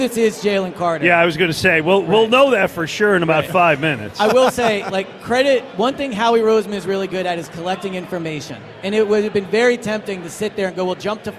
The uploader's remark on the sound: Live from Lincoln Financial Field, the WIP Draft Party.